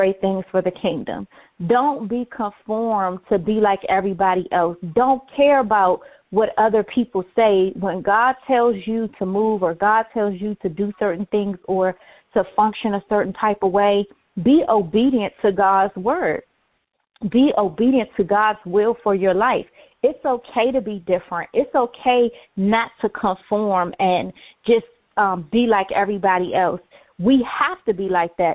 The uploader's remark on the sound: Conference Call